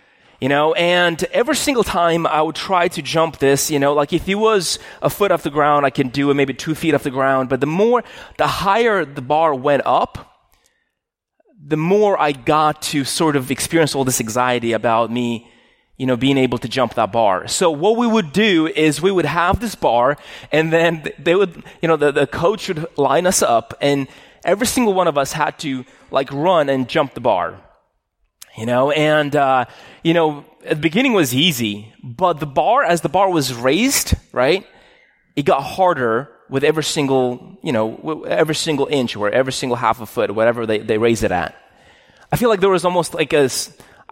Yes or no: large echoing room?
yes